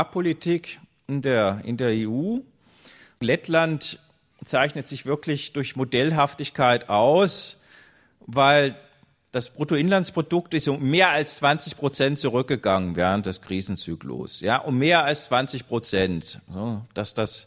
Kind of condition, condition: setting, large echoing room